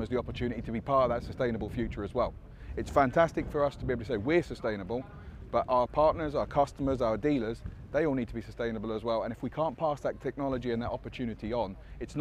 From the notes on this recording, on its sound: The team is ‘on location’ at the FTMTA Farm Machinery Show 2022 at Punchestown Racecourse in Co. Kildare.